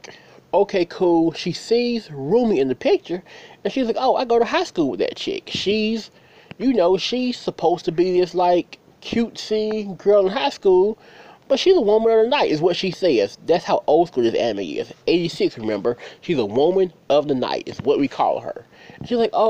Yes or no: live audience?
no